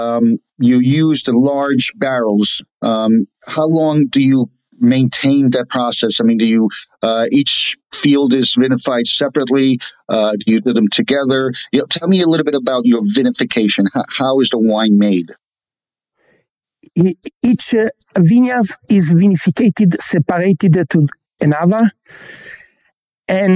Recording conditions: video call